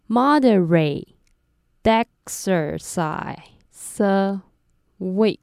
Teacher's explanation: of time 了解了吗如果还有一点听不懂的话我们再一起来练习下面两个例子第二个是 moderate exercise a week 之前发现大家可能对 x 这个子音的字会有点困扰我先稍微讲一下，其实这么复杂的单字发音原理和我们这次的重点连音是有关的，都要先拆解再合并。拆完之后会变成 exercise，注意最后一个 se 要念成 z，那合并完之后就会变成 exercise。回到连音字组的部分，一样，我们先念分开的版本。Moderate exercise a week. 接下来我们把字尾的子音和字首的母音接起来，就会变成 moderate exercise a week.